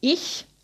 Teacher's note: stimmloser Vorderenge laut ch wie ich